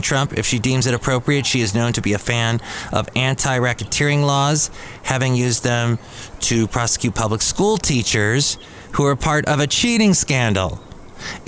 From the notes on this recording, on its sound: podcasts live from Cafe Anyway